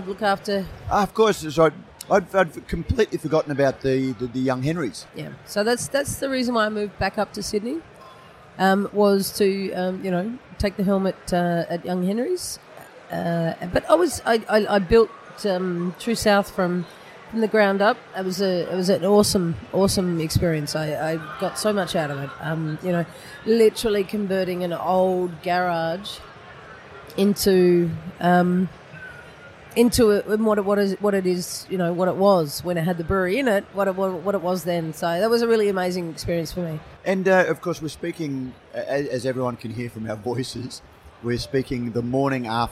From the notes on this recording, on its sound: This is a special edition of Brews News, live from GABS in Melbourne. Brews News was able to take our mobile studio to GABS and capture some great discussions with a wide range of people in the beer industry. Today we have a series of shorter interviews.